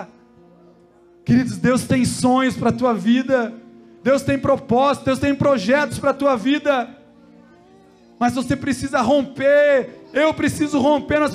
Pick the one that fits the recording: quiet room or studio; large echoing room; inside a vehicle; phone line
large echoing room